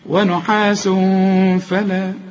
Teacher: نحاس تنوين وبعد التنوين فه، الفه من حروف الإخفاء، عاوزين هنا غنة برضو